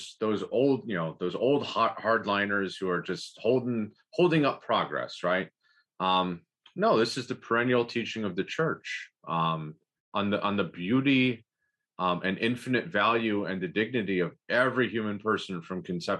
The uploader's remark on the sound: This is a recording of the eleventh webinar in the Becoming Byzantine series